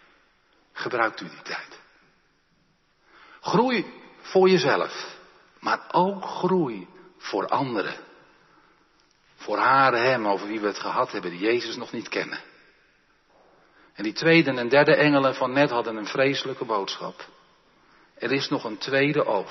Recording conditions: large echoing room